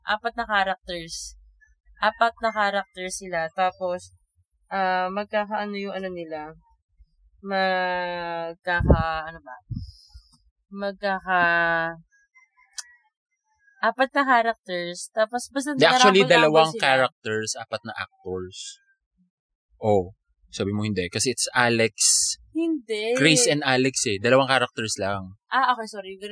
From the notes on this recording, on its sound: In this poorly recorded and mixed episode.